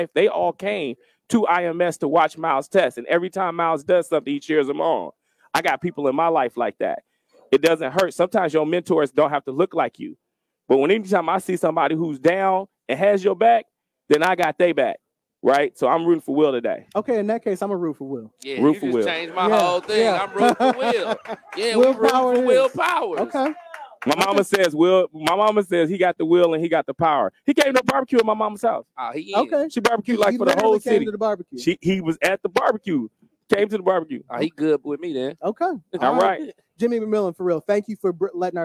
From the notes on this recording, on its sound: LIVE AT THE 107TH RUNNING OF THE INDY 500. We broadcast live from the 107th running of the Indianapolis 500.